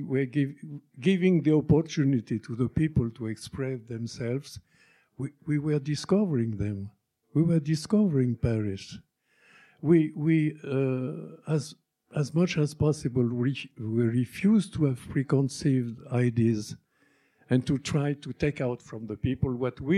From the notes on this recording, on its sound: Recorded November 18, 2017 at EYE Cinema